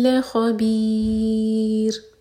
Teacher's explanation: را ساکن لائٹ ہوگا کیونکہ اس سے پہلے ہے کسرا